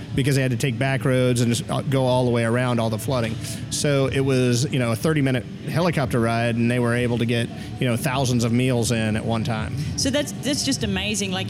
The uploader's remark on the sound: while we were at the Houston Livestock Rodeo World’s BBQ Championships